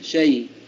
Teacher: لأجل الوقف فتكون الياء ساكنة، فينطقها بياء مخففة بدون تشديد شيء، وليس فيها مد حركتين لأن الياء هنا لينة وليست مدية · Term: حرف اللين